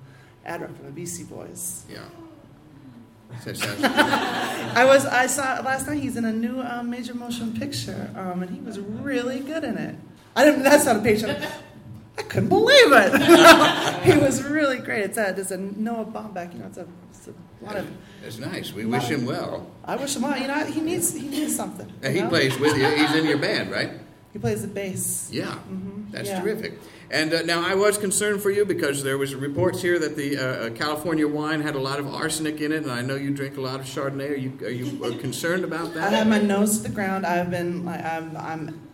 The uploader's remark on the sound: a spectacular live show recorded at The PIT in NYC